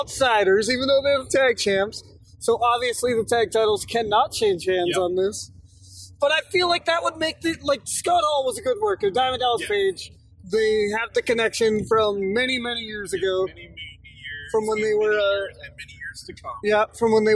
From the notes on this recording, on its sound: Some audio issues as we were driving to a wrestling show.